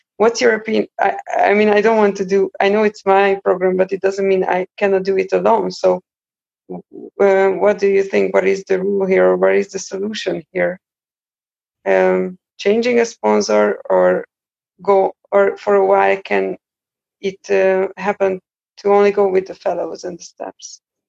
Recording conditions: video call